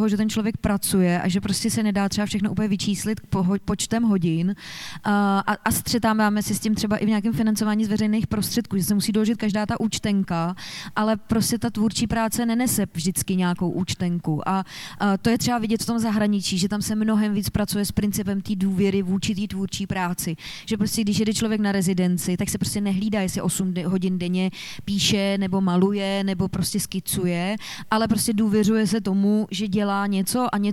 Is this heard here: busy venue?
yes